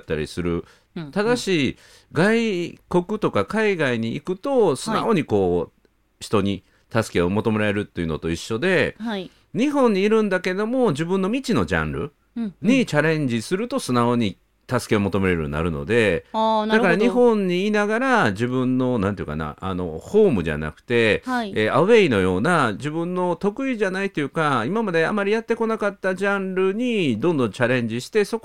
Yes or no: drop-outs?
no